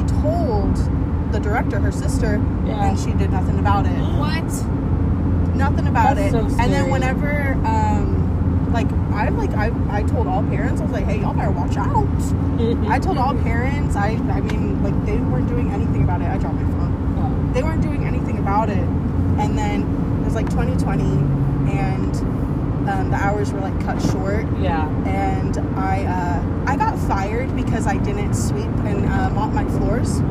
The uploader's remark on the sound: Car Conversations. WE ARE IN THE CAR AND YOU CAN HEAR CAR SOUNDS.